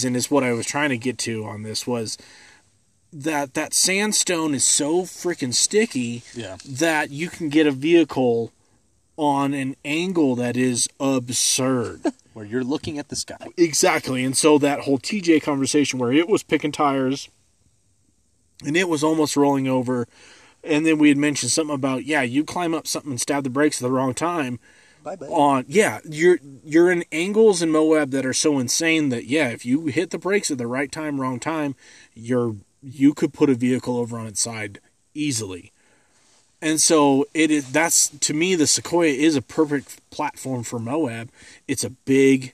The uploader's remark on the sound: We record live on top of a mountain overlooking Estes Park.